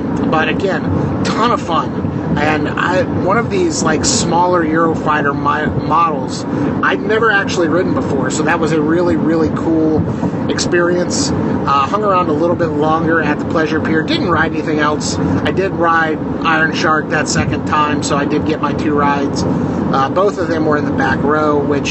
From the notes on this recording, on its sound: Hotel internet is less than ideal for recording a podcast. Drives solo on a Texas highway.